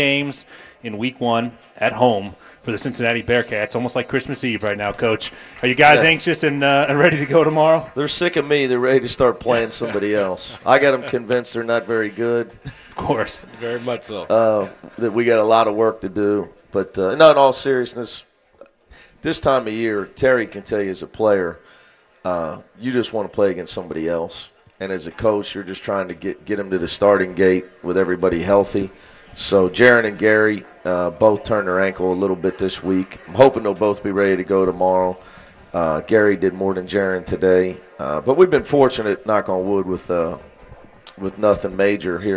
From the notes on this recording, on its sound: live from the Montgomery Inn